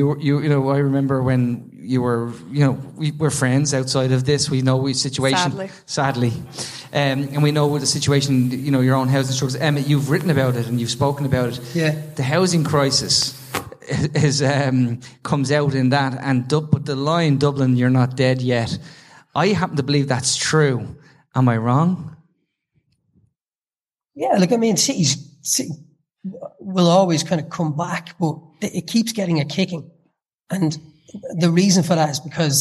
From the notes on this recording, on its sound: part 3 of the recent Sugar Club Live show